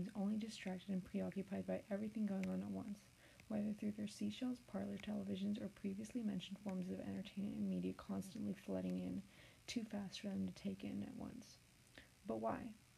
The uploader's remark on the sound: the buzzing noise isn't swag but I have no clue what it was probably just bad quality mic